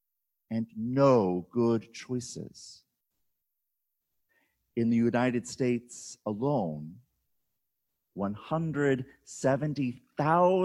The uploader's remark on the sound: on August 16, 2020, at Hector Presbyterian Church